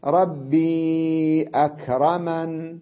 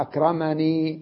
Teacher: حذف الياء ووقف على النون بالسكون · Shown in: first take · الله أكرمن.